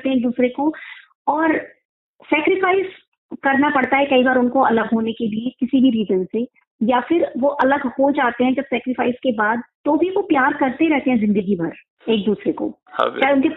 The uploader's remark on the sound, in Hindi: Sound quality ke liye khed hai